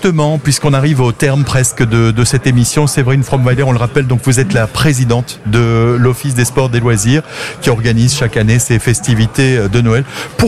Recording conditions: outdoors